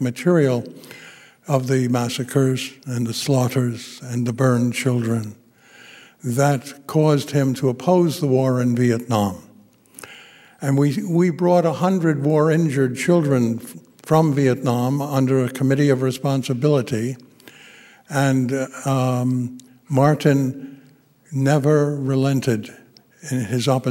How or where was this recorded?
live audience